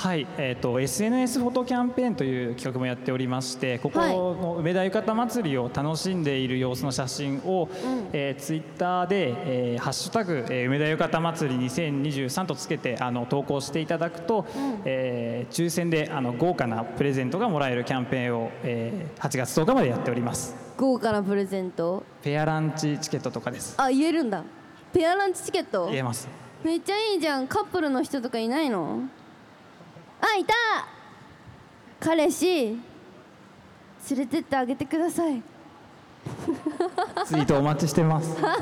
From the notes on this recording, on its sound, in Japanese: 梅田ゆかた祭り2023 で番組初の公開収録！！７月２２日土曜日に開催された「梅田ゆかた祭り２０２３」グランフロント大阪 うめきた広場での、番組初の公開収録の模様をオンエア！